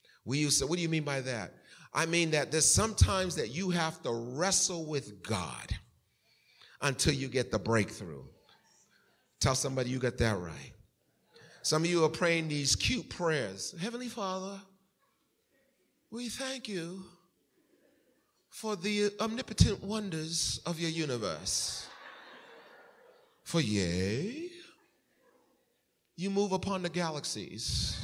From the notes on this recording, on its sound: Recorded at the 11:30am Service on 2017-06-11.